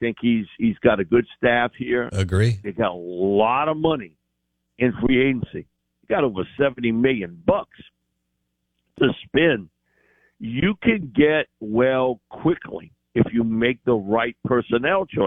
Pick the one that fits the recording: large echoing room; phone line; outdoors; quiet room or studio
phone line